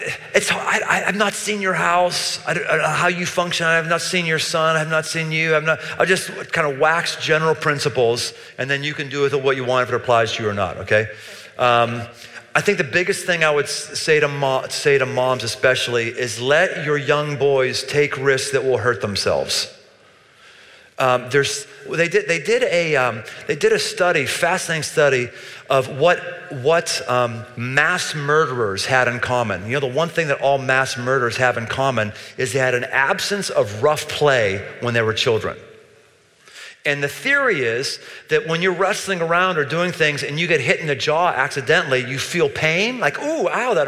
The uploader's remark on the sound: Crowd Q&A — Live in Cincinnati. Recorded in 2019, near the campus of the University of Cincinnati.